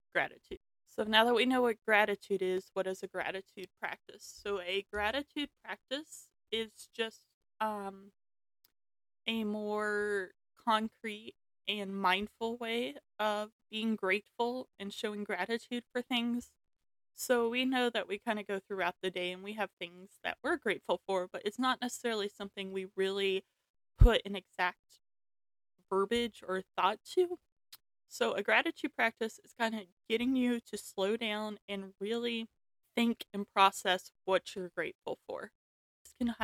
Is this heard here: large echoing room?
no